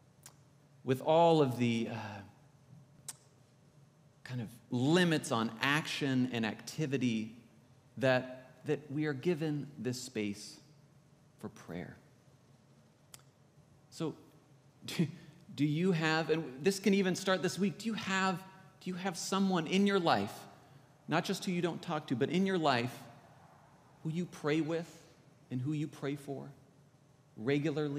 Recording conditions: large echoing room